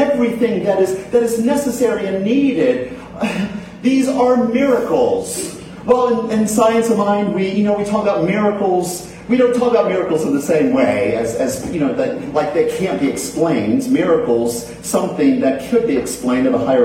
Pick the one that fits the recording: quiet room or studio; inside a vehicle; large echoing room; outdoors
large echoing room